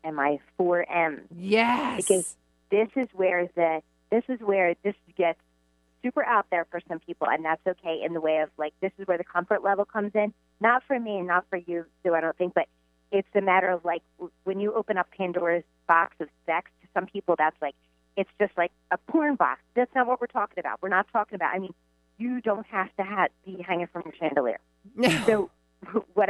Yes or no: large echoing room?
no